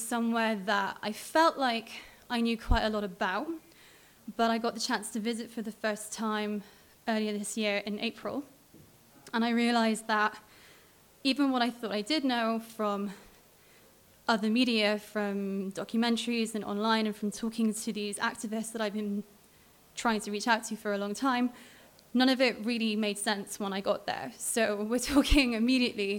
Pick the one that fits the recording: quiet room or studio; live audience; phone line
live audience